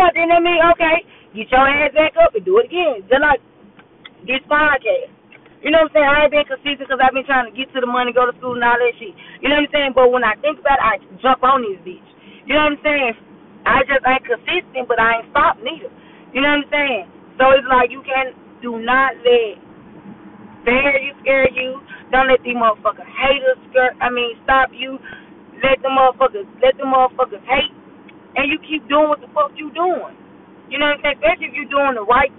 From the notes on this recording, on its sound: Excuse the yo and down sound I was driving to work